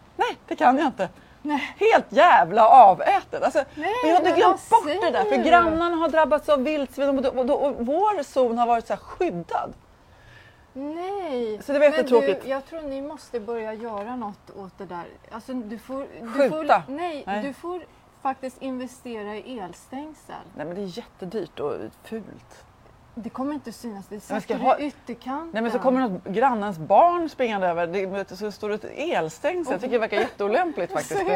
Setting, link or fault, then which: setting, outdoors